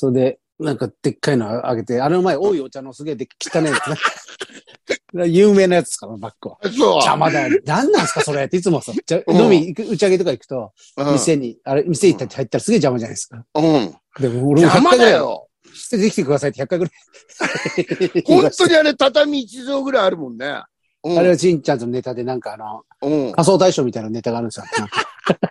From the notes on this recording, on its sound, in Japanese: ZOOMで収録